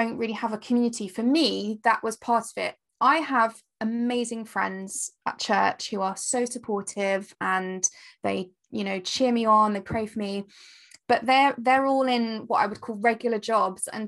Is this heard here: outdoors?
no